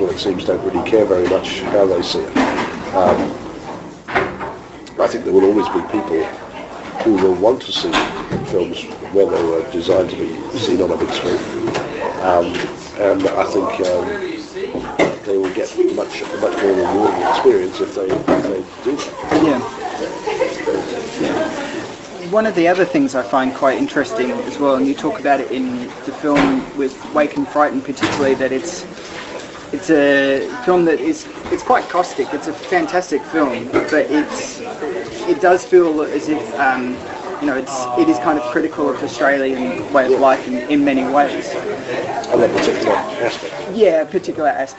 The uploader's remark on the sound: Here it is in all its average audio glory. This interview was aptly recorded in the foyer of the great Windsor Cinema here in Perth, Western Australia, and alongside the background noises. Again, the audio isn't the best.